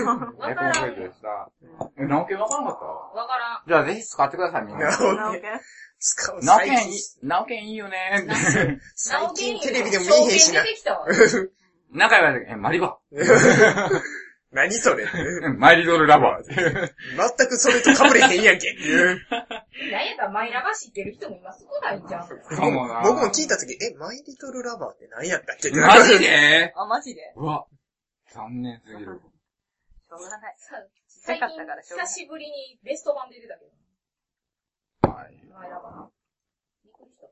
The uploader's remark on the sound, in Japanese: ごはんを食べながら収録してますので、もぐもぐ音が多量に発生しておりますので。